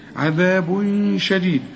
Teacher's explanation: ساكنة، فبلغ الياء الأولى، وفي الآخرة عذاب شديد، تنوين وبعد الشين، الشين من حروف الإخفاء لازم تغن